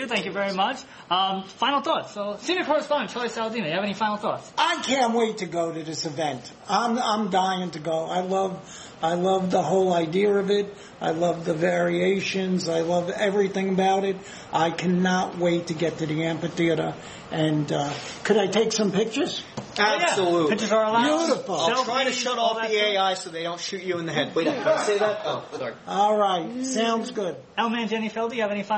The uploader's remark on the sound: At our 72nd Live show (courtesy of the East Meadow Public Library)